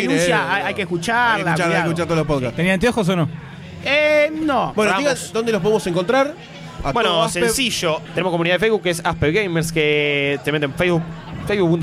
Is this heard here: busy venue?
yes